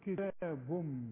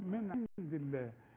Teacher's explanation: التنوين بعد ميم إدغام كامل بغنى